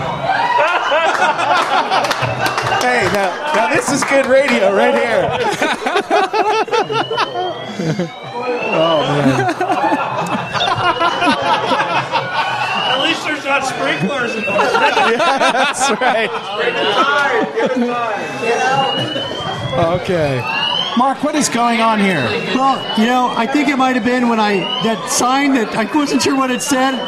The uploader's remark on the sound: Live at SDC, The Netherlands!